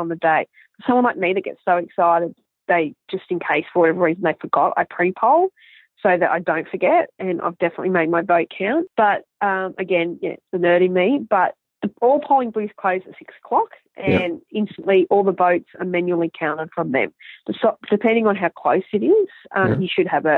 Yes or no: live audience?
no